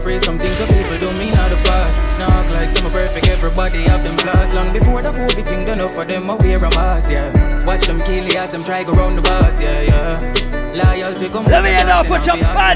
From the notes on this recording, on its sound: Live audio recording of my set at Island Saturdays